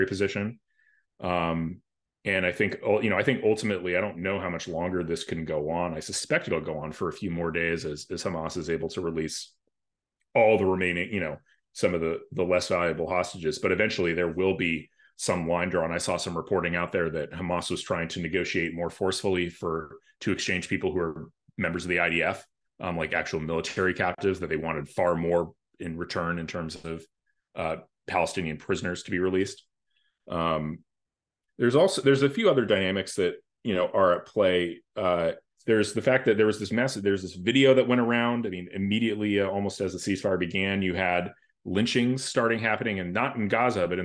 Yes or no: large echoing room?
no